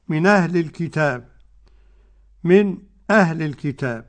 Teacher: النقل واضح بتاع ورش والسكت بتاع خلف. يقول الإمام الشاطبي: وعنده روى خلف في الوصل سكتا مقللة، يسكت على الساكن الذي ينقل إليه ورش سكت مقلل، يعني قليل، سكتا مقللة بالخلاف.